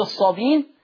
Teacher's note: يبقى الصابئين تقرأ تحذف الهمزة فتصير الصابين